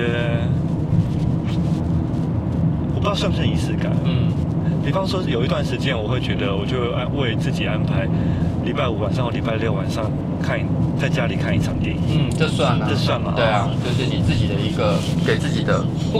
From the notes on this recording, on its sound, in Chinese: 一段從九份開車到台北的夜路上，在一個移動的空間裡。因車上錄音略有雜音，敬請多多包涵。